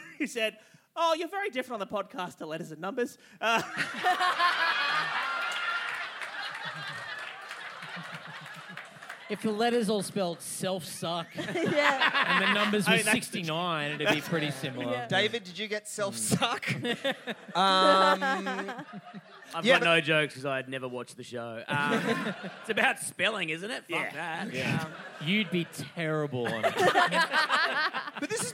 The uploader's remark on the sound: At the Sydney Comedy Festival. An utterly wild live show. Thanks to everyone who came out to the show, and to the Sydney Comedy Store for putting on this filth.